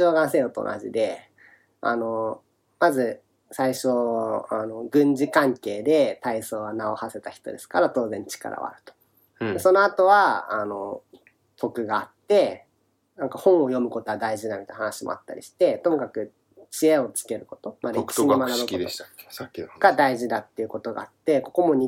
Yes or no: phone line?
no